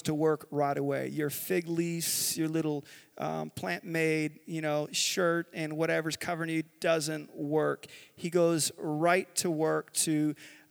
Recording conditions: live audience